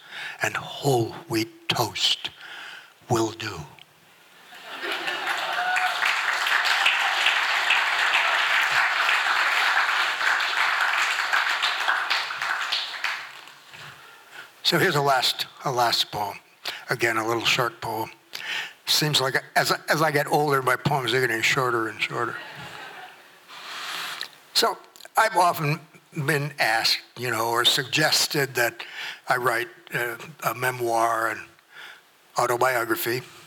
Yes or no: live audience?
yes